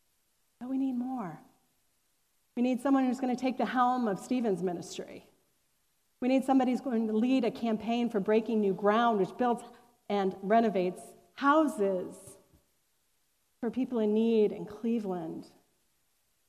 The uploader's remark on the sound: Recorded on July 25, 2021, at Fairmount Presbyterian Church in Cleveland Heights, Ohio.